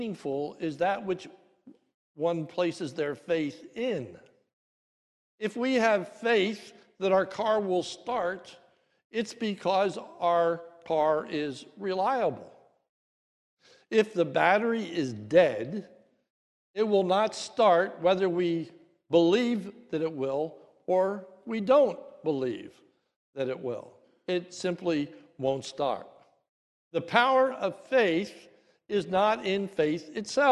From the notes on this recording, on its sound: This is a sermon recorded at the Lebanon Bible Fellowship Church in Lebanon, PA during the morning service